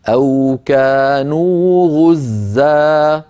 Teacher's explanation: بألف تمد وقفا بمقدار حركتين هكذا